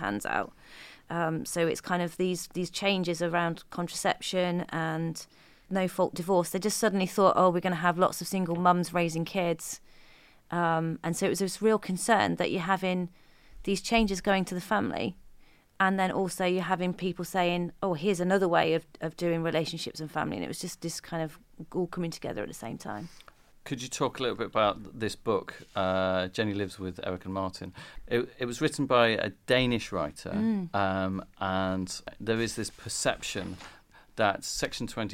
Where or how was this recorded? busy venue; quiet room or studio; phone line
quiet room or studio